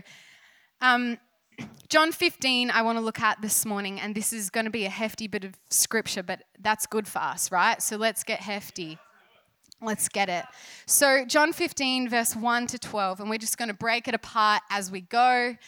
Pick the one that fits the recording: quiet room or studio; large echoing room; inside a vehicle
large echoing room